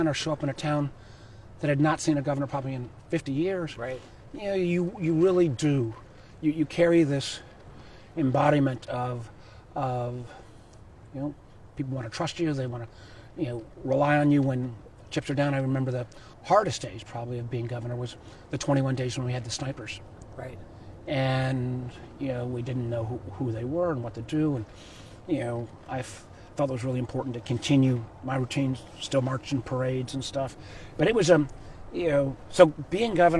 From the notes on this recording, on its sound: Recorded while taking a one-mile walk with interesting and inspiring people.